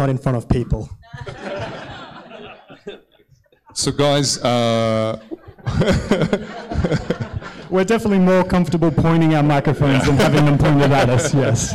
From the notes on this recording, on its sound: This special bonus episode was recorded live at Fishburners as part of the Spark Festival in October 2022. The event included a panel of eight guests.